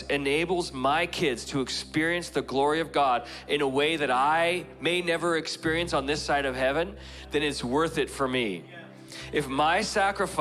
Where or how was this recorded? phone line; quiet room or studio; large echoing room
large echoing room